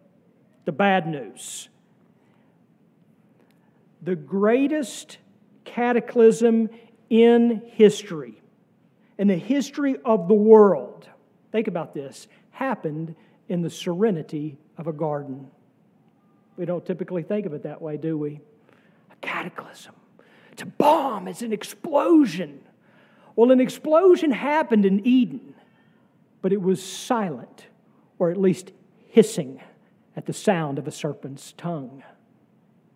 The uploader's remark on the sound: sermon from our worship service